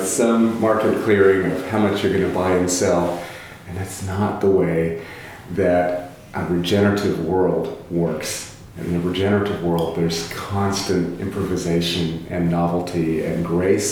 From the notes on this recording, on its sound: Recorded at the ReGen18 conference in May 2018. Sits down for an in-person interview. Recorded at the ReGen18 conference.